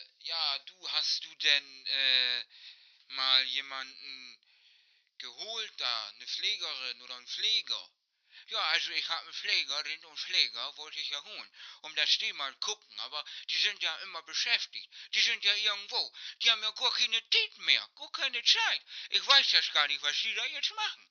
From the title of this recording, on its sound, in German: GESPRÄCHE AM TELEFON